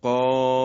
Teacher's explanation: یا در حرف مقطعه قاف، این قاف هم مد لازمه و مخفف حرفی است، یعنی یک حرفه و غیر مشدده و خیلی ساده، این رو به اندازه 6 حرکت میکشیم · Term: مد لازم مخفف حرفی